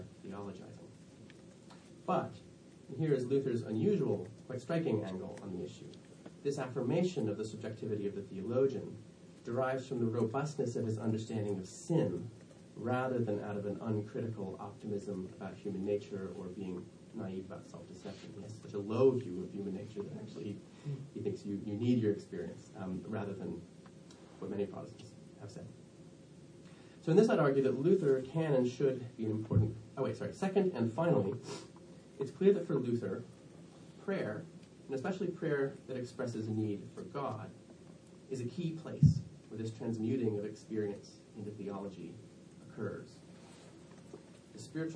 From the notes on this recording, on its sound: Delivered at the 2017 American Academy of Religion conference (AARSBL) in Boston, MA